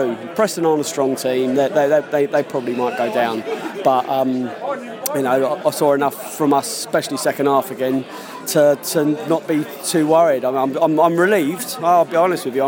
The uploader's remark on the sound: post match podcast from the pub